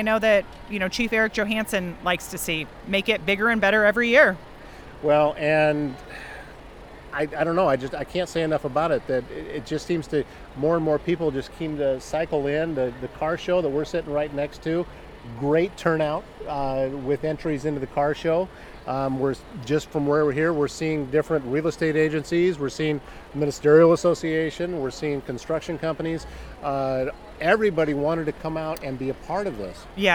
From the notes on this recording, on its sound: This episode was recorded on site at the Cultivate Community Event in Glenwood Iowa on August 10, 2022!